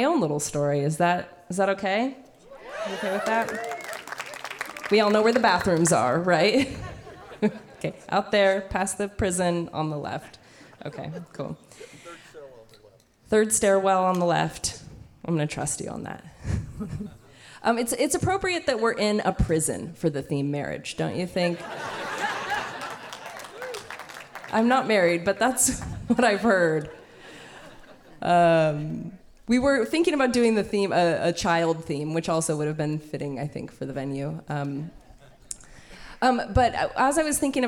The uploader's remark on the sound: Told live on stage and without notes.